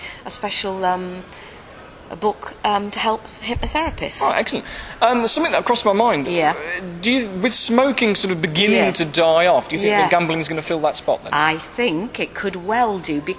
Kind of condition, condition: setting, busy venue